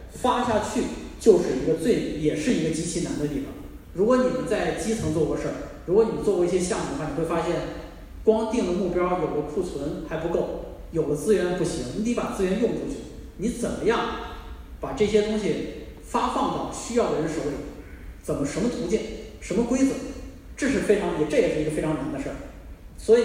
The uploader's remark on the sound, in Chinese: 南京见面会。来到南京荔枝广场的荔枝大剧场为新书《两京十五日》签售，并与南京读者见面。讲座完毕后，是读者提问环节。